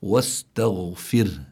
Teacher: الراء ساكنة، قبلها فاء مكسورة، بعدها هاء، لا والهاء ليست من حروف الاستعلاء، فحكم الراء هنا الترقيق